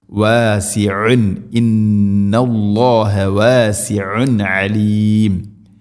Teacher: ഐനിൻ്റെ മഖ്റജ് തൊണ്ടയുടെ മധ്യഭാഗം, കൃത്യമായിട്ട് ശ്രദ്ധിച്ച് പറയണം.